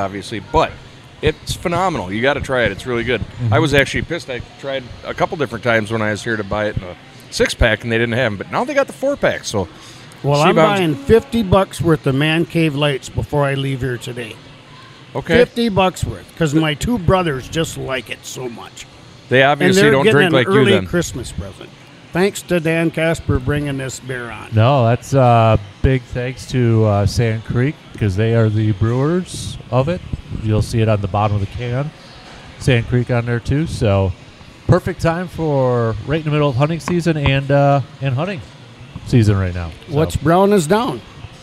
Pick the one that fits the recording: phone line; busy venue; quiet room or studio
busy venue